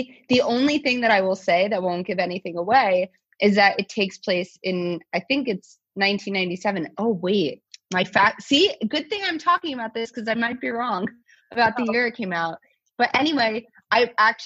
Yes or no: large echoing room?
no